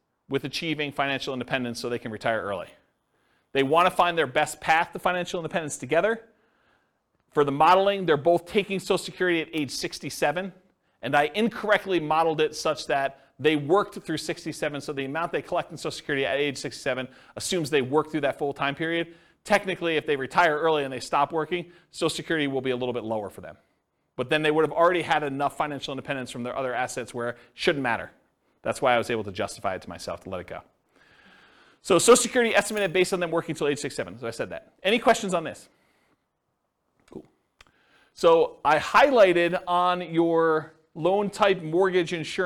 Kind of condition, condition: setting, live audience